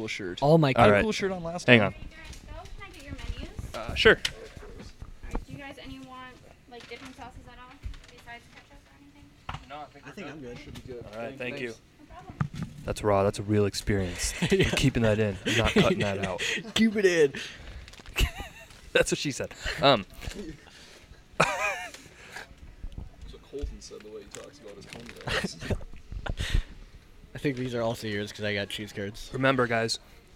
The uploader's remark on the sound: Live at A&W